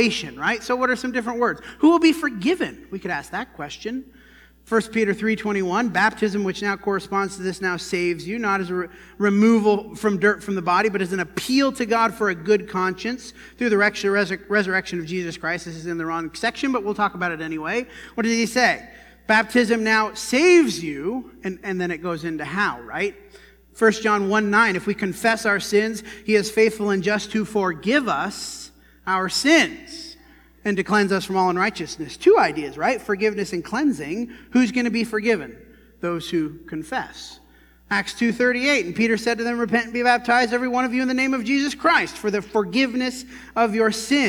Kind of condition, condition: setting, large echoing room